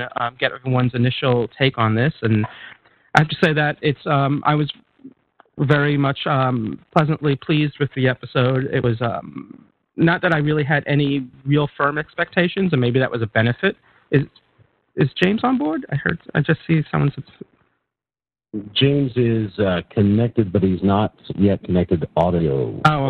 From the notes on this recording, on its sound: With live listener feedback. Recorded live on the net via TalkShoe.